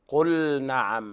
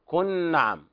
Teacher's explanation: فنبه رحمه الله تعالى على بيان إظهار اللام عند النون لأن اللام تنحرف إلى النون · Shown in: first take · فنبه على ذلك للاحتراز وإظهار اللام قل نعم.